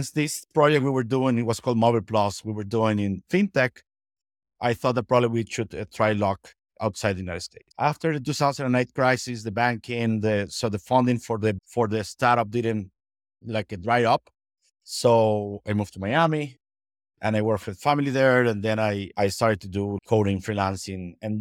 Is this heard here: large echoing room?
no